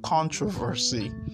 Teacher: the stress is always on the first syllable